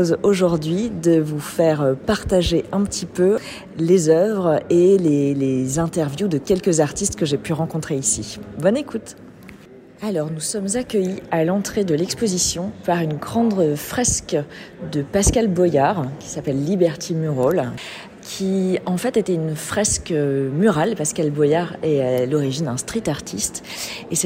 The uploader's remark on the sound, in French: Reportage au cœur d'une exposition des plus grand•es artistes du crypto art.